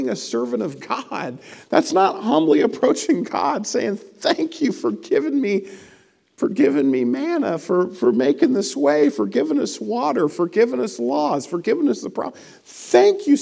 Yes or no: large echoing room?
yes